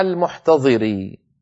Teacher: إذن المحتضر بالظاء وليست المحتضر بالضاد